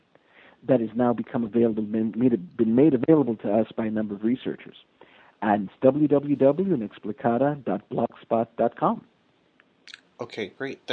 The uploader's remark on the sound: We recorded this show as a phone call on August 8th.